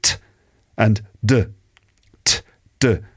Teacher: Pronounced in the same way, but the d sound has the voice and t doesn't.